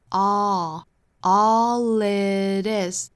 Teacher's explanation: 有区别的地方呢，就是 all 元音的上下开口度更开